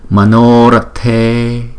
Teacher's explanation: Chữ O và chữ E là hai nhịp, còn chữ A là một nhịp.